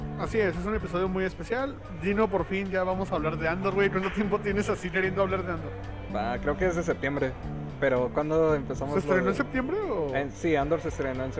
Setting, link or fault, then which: setting, busy venue